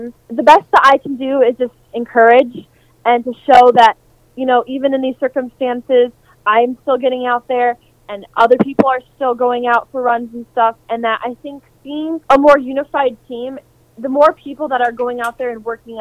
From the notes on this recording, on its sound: via telephone